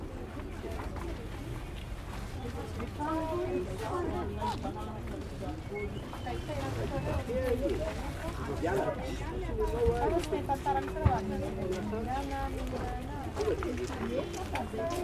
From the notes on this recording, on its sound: Calm day at the market in Antananarivo. Recorded with Sony PCM D100.